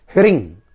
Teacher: यह अनुस्वार है गले से बोलेंगे ह्रिंग ओठ को नहीं बंद करना है